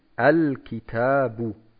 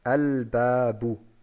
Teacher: Hier fällt dieses Nun am Ende weg und es bleibt einfach nur der Vokal zurück. · Term: Nunation